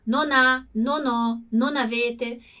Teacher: o N sempre vai juntar o som com o verbo avere que vem em seguida